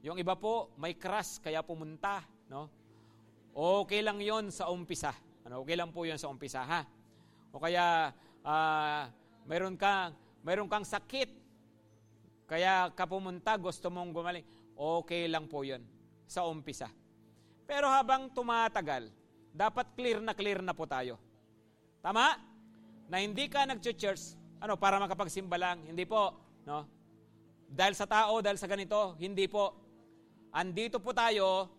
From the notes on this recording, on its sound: at Grace Testament Church's 5:00pm service